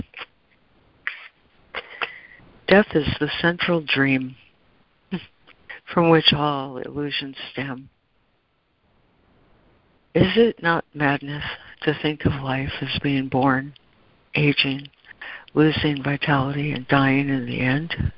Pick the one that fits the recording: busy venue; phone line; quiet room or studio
phone line